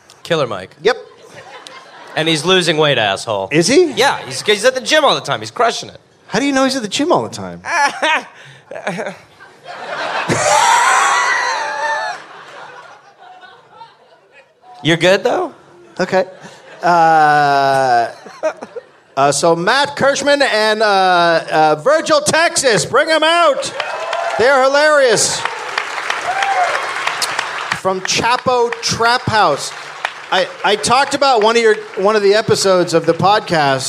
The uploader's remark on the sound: Live in NYC